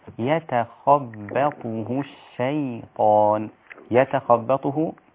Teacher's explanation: الياء في يتخبطه والياء في الشيطان لا تفخم · Term: ترقق الياءات